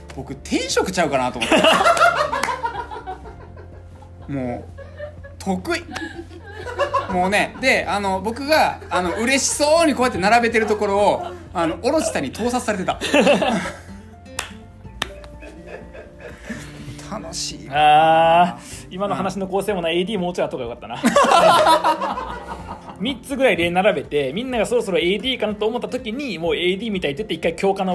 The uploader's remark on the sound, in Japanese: 公開収録_24時間ラジオ。24時間ラジオの最中に、公開収録しました。